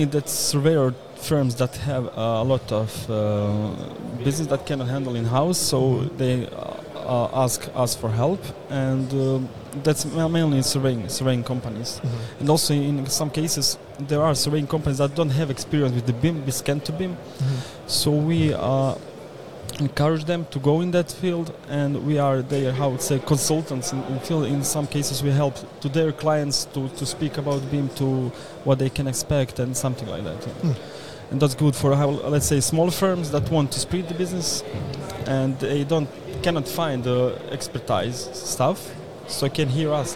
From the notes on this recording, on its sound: Day 1 of INTERGEO 2023 "LIVE" from Berlin!